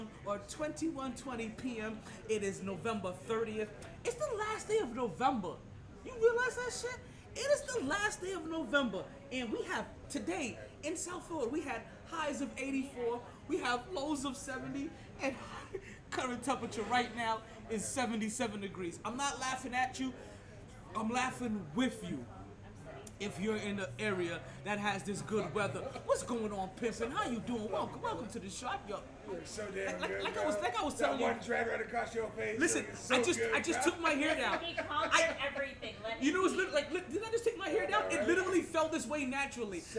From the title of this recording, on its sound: Live From Sharkey’s where ladies drink free